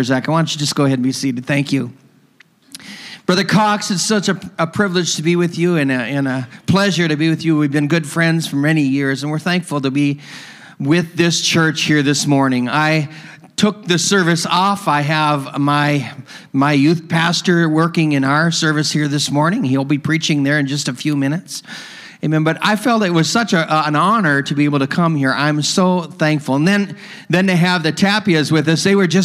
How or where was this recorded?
large echoing room